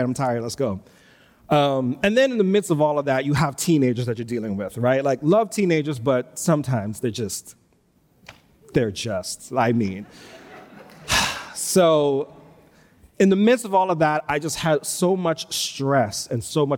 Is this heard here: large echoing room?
yes